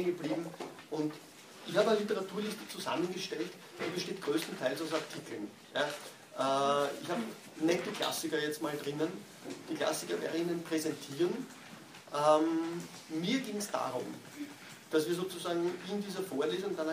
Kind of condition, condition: setting, large echoing room